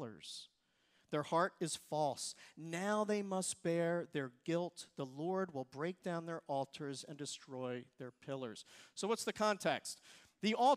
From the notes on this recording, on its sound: Recorded service from July 30, 2023.